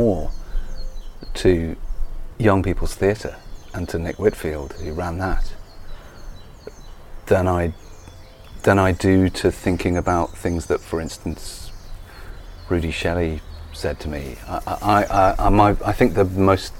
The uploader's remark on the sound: Recorded in his garden